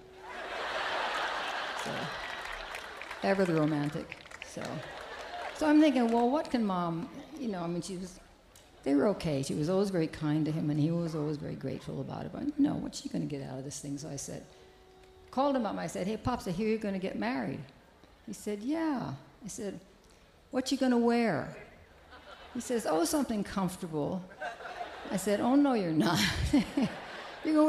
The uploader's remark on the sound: Newport Folk Festival 2009